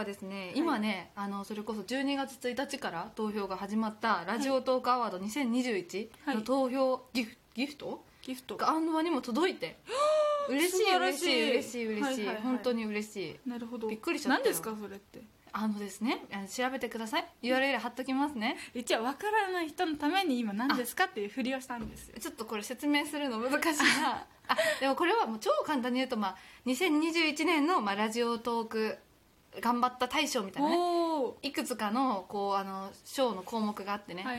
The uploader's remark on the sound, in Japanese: 何やら変なノイズが入っております....申し訳ございません